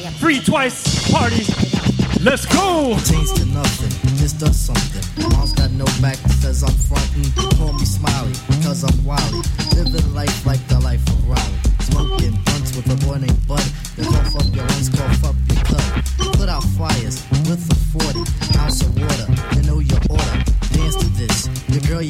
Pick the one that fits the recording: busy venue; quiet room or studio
busy venue